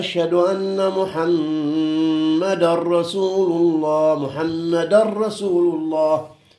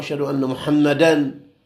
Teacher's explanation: لازم إدغام بين شنو؟ بين الراء وبين التنوين الذي يكون على الدال · Shown in: first take · دال اسم النبي صلى الله عليه وآله، هذه زين ما تكتب وإنما يشار إليها بضمتين على بعض فوق الدال، إشارة التنوين.